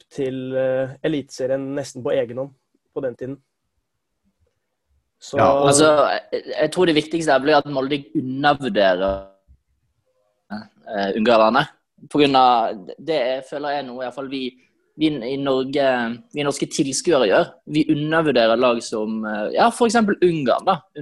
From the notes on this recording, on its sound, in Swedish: På zoom